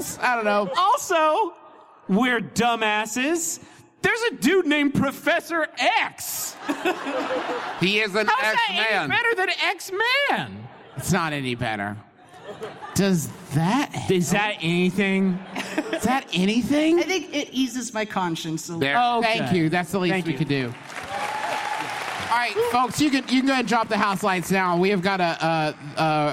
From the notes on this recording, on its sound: this one's actually from our performance at PodCon 2017 in beautiful, foggy Seattle!